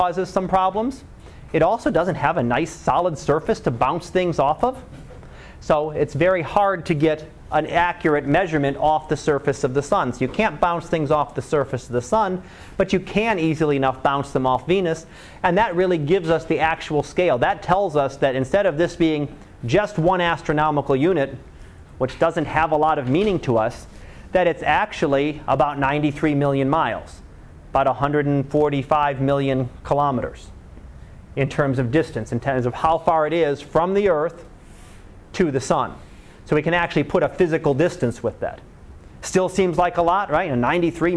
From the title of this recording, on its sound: Live Class Lecture